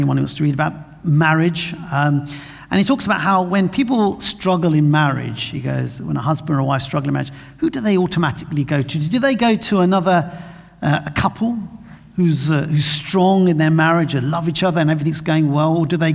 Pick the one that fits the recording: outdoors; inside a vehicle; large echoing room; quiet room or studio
large echoing room